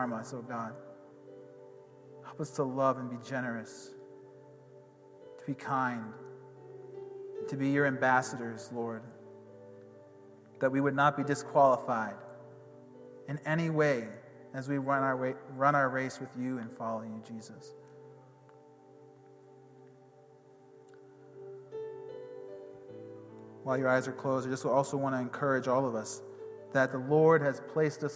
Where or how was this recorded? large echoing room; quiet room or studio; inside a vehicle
large echoing room